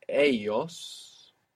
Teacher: Now the word for they, the word for they is ellos, E-L-L-O-S. And this L-L in most Spanish dialects makes a Y sound. You might hear ellos around Rio de la Plata in Buenos Aires, of Argentina, Montevideo, Uruguay.